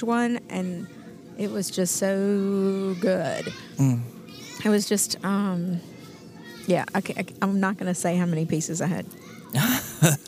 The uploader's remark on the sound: in front of a live audience!